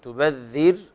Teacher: الراء ساكنة قبلها مكسور حكمها الترقيق